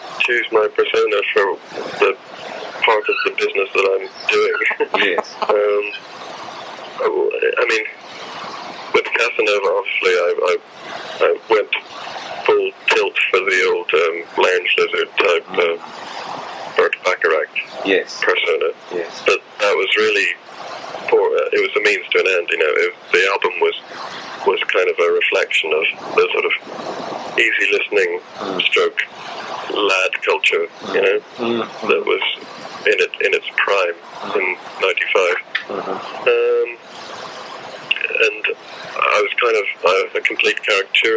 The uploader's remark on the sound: this is that analogue, 1998, recording, warts, and all (apologies)